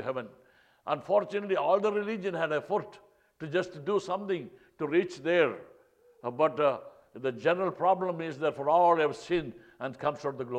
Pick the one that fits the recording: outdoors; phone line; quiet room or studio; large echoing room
large echoing room